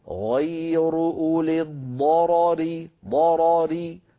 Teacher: نفخم الضاد نفخم الراء الأولى لأنها مفتوحة، ري نرقق الراء الثانية لأنها مكسورة · Term: التفخيم والترقيق